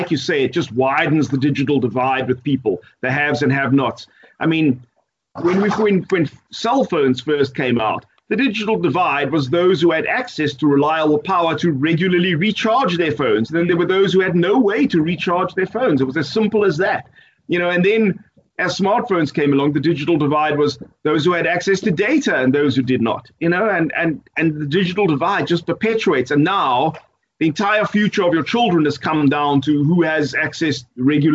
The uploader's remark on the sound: Recorded via Skype